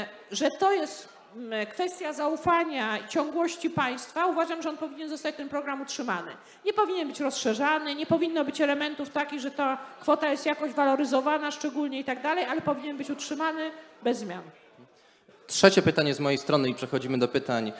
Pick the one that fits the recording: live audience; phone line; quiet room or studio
live audience